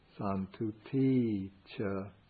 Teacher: normally santuti would end with the short I, but here it's extended to a long I for the purpose of the meter